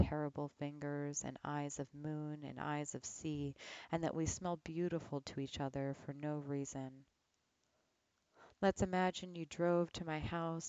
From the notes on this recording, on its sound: We recorded in two different places and times, so the volume might jump around a bit